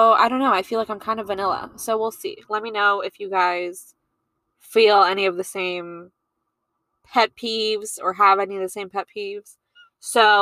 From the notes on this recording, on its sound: I recorded this episode while sitting in my car and watching the rain.